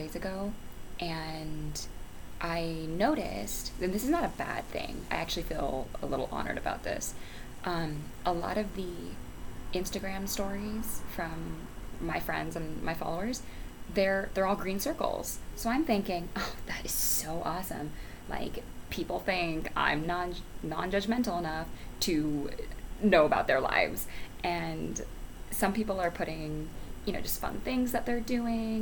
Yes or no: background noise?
yes